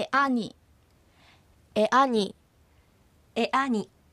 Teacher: なるべくそれを避けようとします。ここで出てきたエアニ、お前という言葉の場合もエアのように2つの母音が続いていますが、実際にはエ、アのように区切って発音し、母音の連続を避けるのが普通です